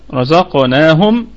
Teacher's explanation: ميم ساكنة في أحكام الميم الساكنة حكمها الإظهار الشفوي وسمي شفويا لأن مخرج الميم هو الشفة